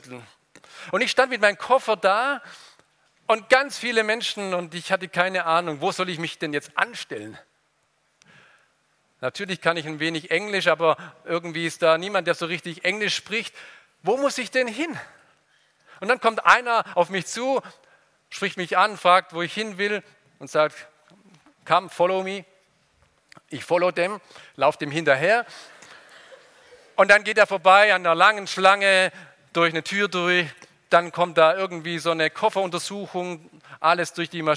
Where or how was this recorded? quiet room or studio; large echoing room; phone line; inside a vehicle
large echoing room